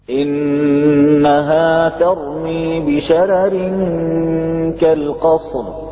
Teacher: هنا يرقق أهل الأداء عن ورش الراء الأولى من قوله تعالى: إنها ترمي بشرر